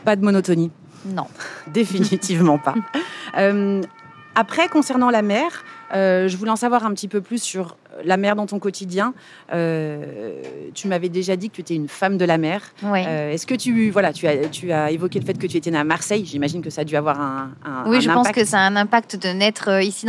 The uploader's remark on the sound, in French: On devait enregistrer dans une salle fermée au calme, on s’est retrouvées dehors sous les avions à côté de la plage des Catalans, avec un vent qui faisait voler mes feuilles de papier scribouillées. J’étais persuadée qu’elle ne parlait pas assez proche du micro (alors que bien évidemment c’était parfait)!